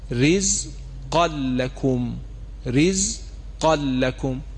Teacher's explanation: توجه دارید که وقتی لام مشدد میشه شنونده احساس میکنه که اینجا اصلا حرف نون یا تنوین وجود خارجی نداشته، بلکه لام و را مشدد شده · Term: ادغام بدون غنه